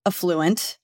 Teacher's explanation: I don't put the emphasis on the first syllable.